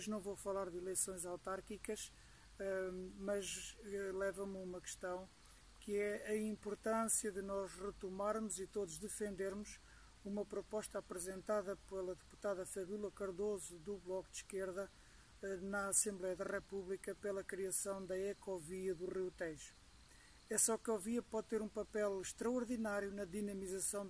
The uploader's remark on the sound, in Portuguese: Uma crónica audiovisual, que gravou no meio da sua peregrinação de bicicleta pelo sul de França. A crónica foi gravada junto ao canal do Midi, caminho fluvial, de irrigação dos campos agrícolas e também uma grande ciclovia percorrida por milhares de ciclistas.